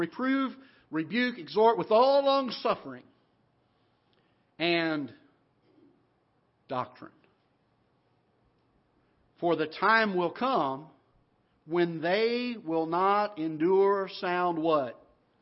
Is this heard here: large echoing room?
yes